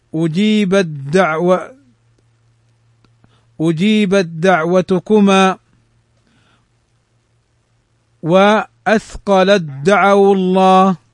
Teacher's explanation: قال وتدغم التاء في الدال · Term: إدغام